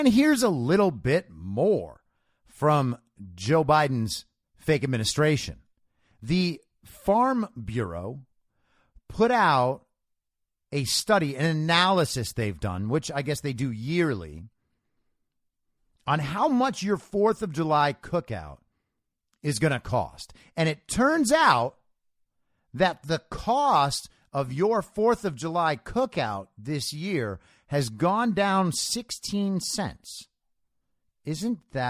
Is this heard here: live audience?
no